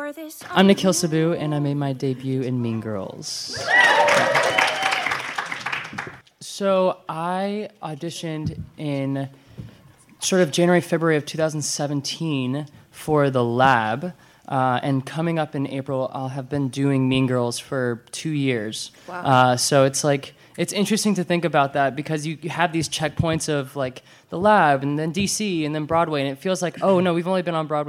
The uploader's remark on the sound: This quintet of triple threats sat down with us in front of a live audience at BroadwayCon 2019.